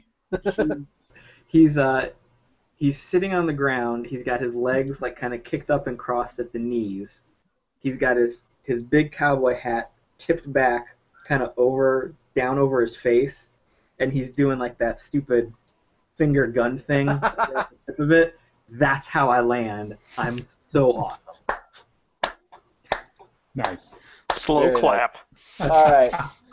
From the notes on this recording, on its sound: This Campaign series is being recorded using Google Hangouts and the roll20.net plugin.